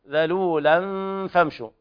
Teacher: إخفاء حقيقي لوقوع الفاء بعد التنوين